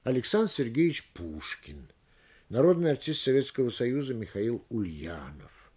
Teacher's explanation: Все такие словосочетания произносятся с ударением на последнем слове. Говоря точнее, их нужно произносить как единое речевое звено, по возможности без пауз, равномерно распределяя логическую нагрузку на все слова с отяжелением последнего слова.